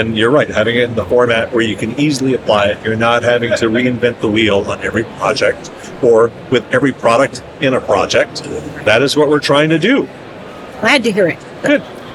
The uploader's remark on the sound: LIVE from Greenbuild 2023 with Solatube International. In this bonus episode, we share a LIVE conversation from the 2023 Greenbuild International Conference and Expo in Washington D.C.